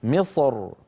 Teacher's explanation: فبعض العرب كان إذا وقف على مصر يفخم الراء من أجل الصاد المستعلية قبلها